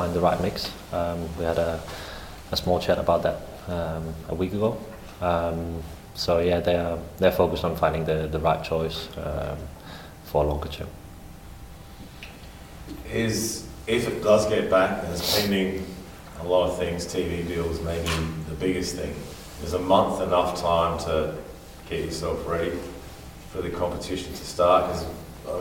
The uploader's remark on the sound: Press Conference. Spoke to the media at Coopers Stadium today.